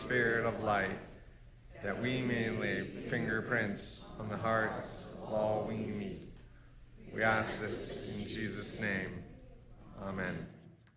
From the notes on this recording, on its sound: Audio of our worship service on 8/20/23. Streamed live on video from our campus in Westlake Village, CA.